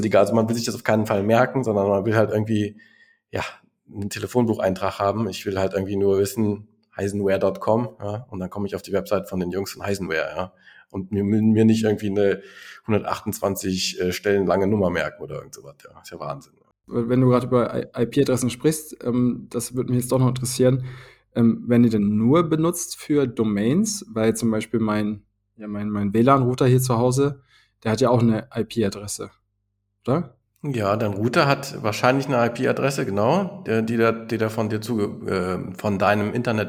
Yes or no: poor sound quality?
no